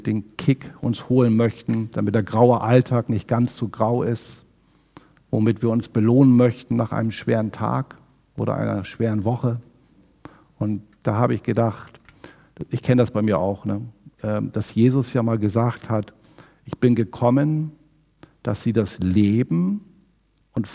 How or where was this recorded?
large echoing room